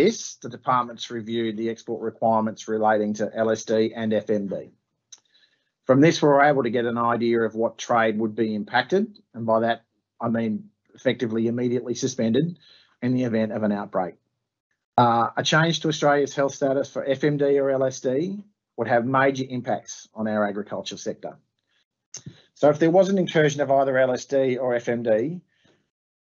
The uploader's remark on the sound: Industry and government experts fielded questions on a live webinar this week